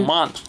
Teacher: Здесь работает ровно та же схема, то есть мы меняем на нечто подобное, и вместо «р» часто используется «ла»